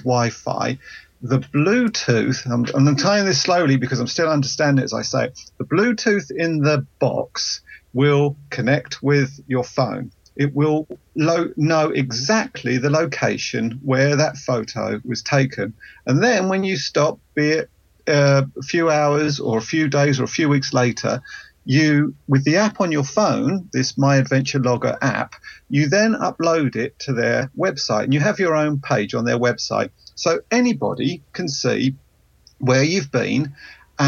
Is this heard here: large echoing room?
no